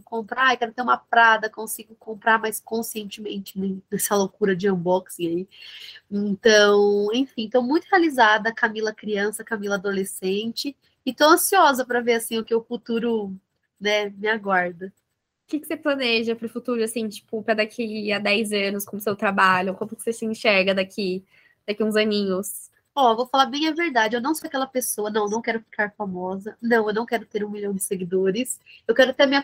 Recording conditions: video call